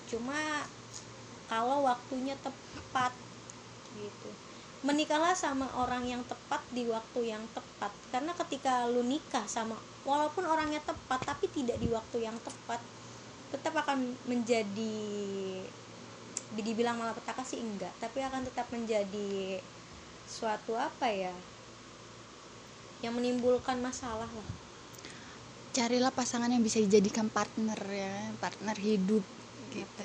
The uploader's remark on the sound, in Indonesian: Kalo denger suara noise itu kipas angin guys kita ga bikin podcast ditengah badai kok.